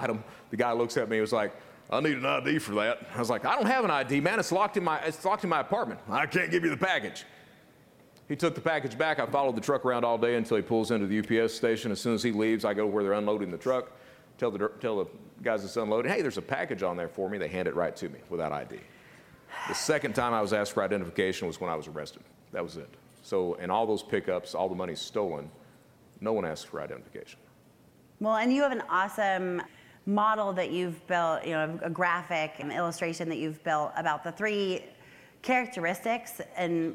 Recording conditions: live audience